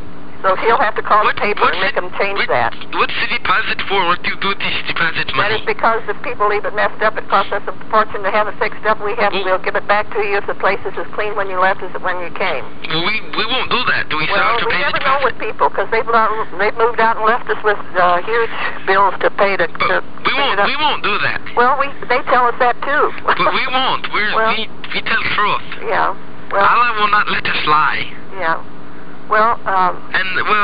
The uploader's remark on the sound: Prank Phone Calls